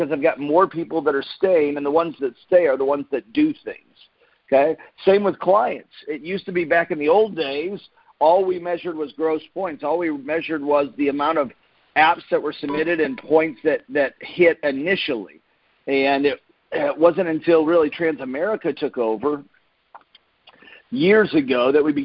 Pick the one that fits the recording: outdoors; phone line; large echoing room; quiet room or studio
phone line